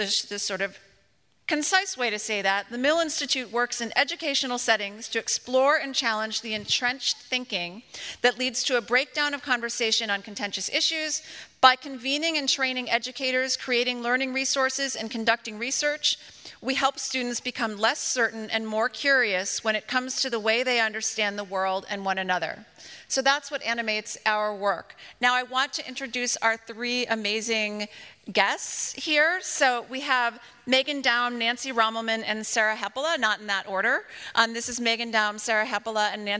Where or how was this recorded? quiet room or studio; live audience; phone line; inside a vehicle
live audience